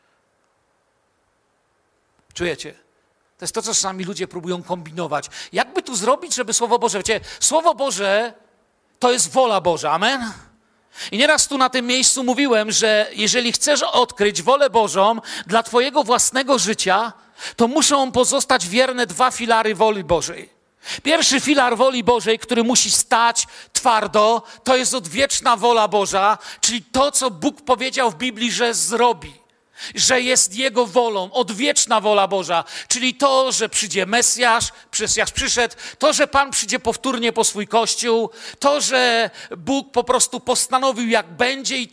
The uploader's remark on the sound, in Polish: Kazanie nagrano podczas nabożeństwa niedzielnego w Kościele „Filadelfia” Bielsko Biała.